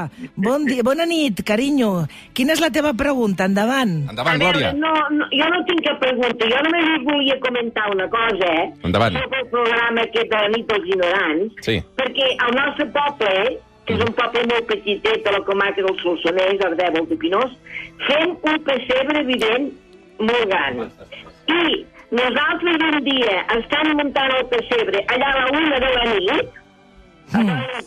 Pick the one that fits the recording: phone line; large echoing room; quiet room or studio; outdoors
phone line